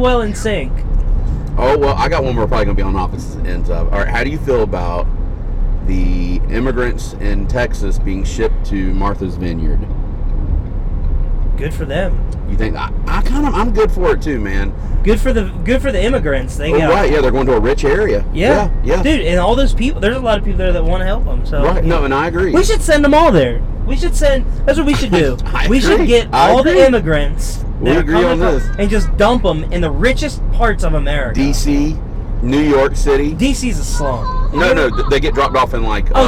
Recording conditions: inside a vehicle